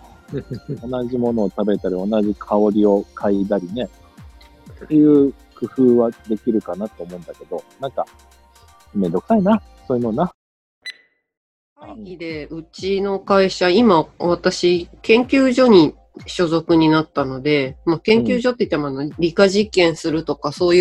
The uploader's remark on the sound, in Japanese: 大人4人がおしゃべりするラジオ番組。今回はオンラインでの収録です。